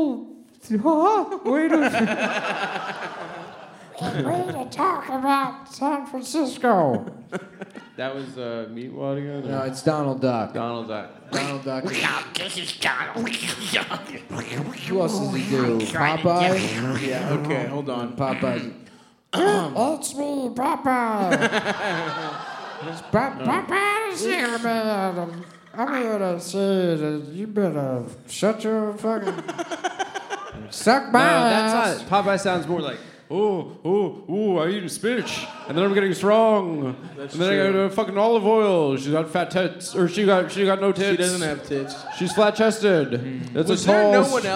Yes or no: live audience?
yes